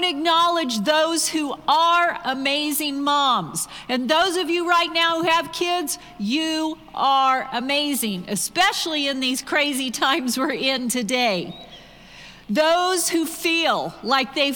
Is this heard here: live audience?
yes